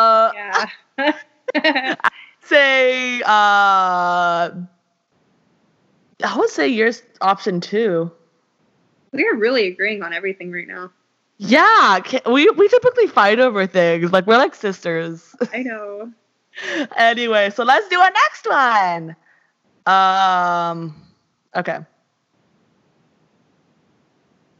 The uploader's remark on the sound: the audio in this and the next episode aren't the best